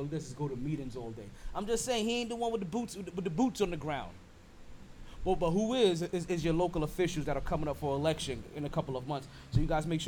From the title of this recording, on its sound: LIVE FROM SHARKEYS